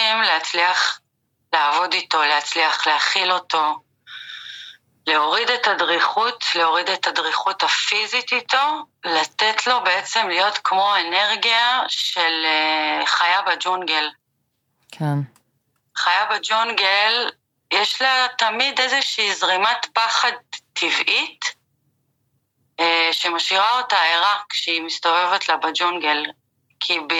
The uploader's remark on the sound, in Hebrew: מתנצלים על איכות השמע, הראיון הוקלט דרך שיחת טלפון